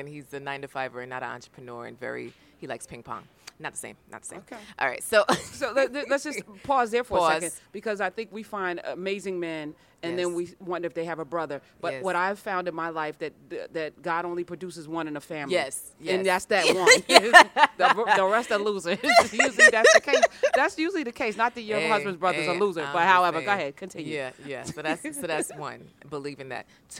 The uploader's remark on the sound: This interview was at the Women of Color Empowerment Conference in Fort Lauderdale, Florida